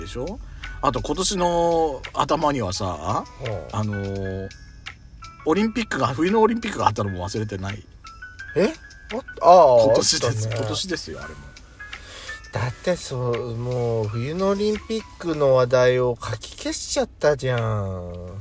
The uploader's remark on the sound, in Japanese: パーキング収録